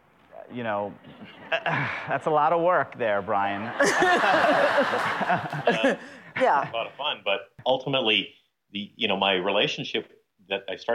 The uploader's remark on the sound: talks with couples and the audience